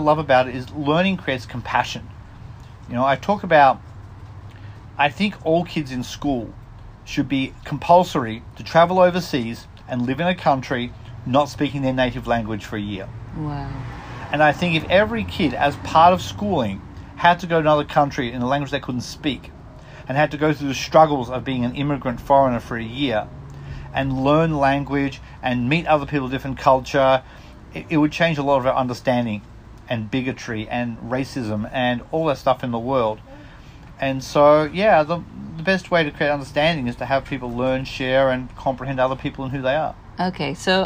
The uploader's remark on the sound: takes a moment on my front porch